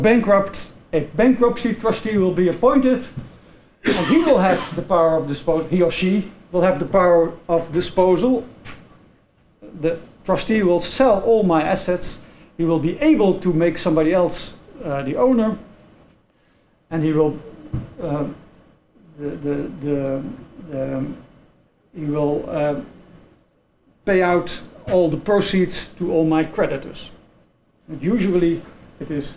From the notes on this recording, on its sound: This podcast is part of the recording of the symposium that was held on June 1st.